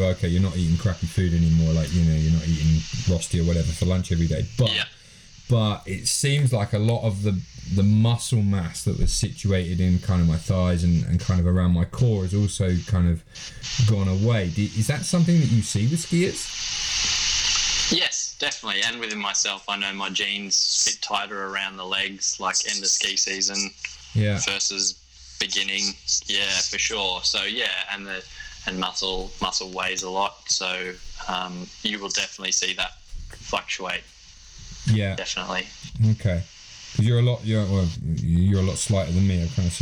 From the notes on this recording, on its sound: The sound quality is not amazing on this one as it was done over Skype.